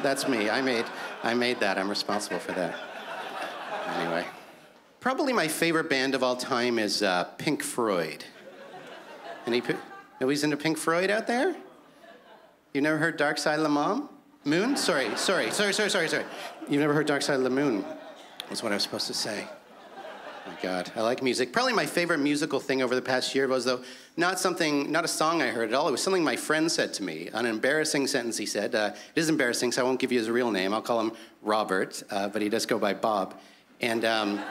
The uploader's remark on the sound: stand up from the Just For Laughs Festival in 2015